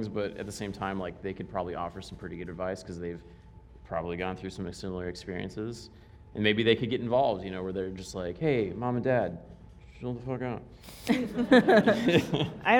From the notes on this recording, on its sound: filmed in front of a live audience!